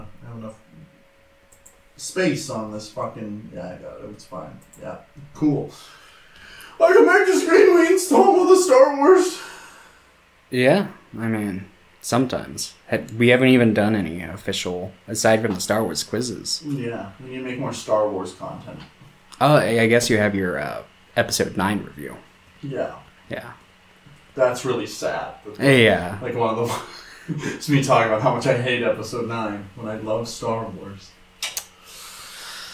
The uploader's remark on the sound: More problems with OUR MICROPHONES.